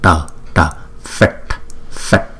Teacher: Chữ t cong lưỡi lại chúng ta búng ra.